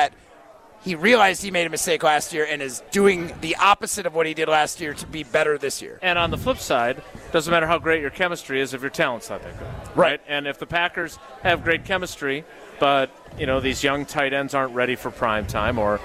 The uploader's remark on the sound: live from the inaugural ESPN Madison Open